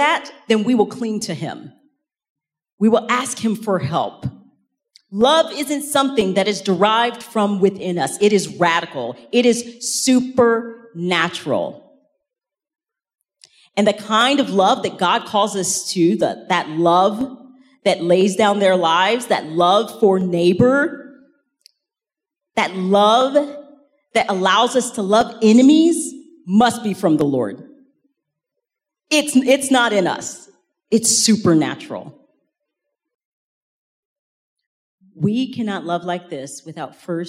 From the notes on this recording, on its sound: In this second main talk from the Rooted 2023 conference in Franklin, Tennessee.